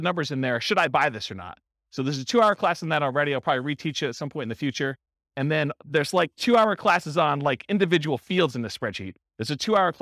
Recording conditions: live audience